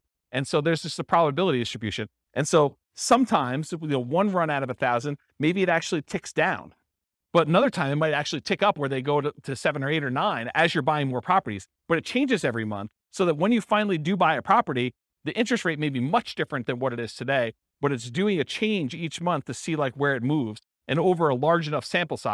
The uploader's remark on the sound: This was a live class recorded